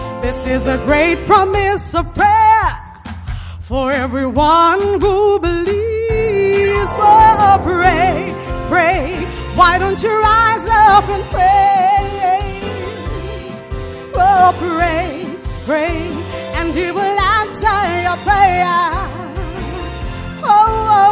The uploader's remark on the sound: Preached at the First Love Gathering Service.